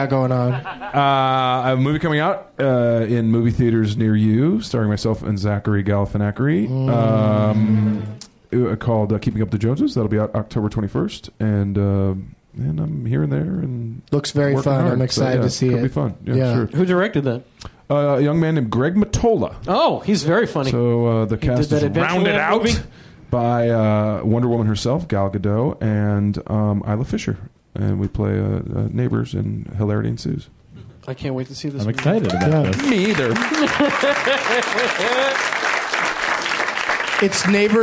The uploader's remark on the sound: Recorded live at the UCB Franklin in Los Angeles, California.